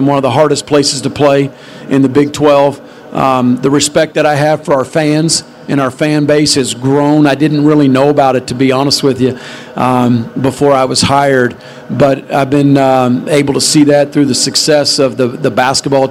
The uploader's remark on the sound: takes questions during Big 12 Media Days on Monday at AT&T Stadium in Arlington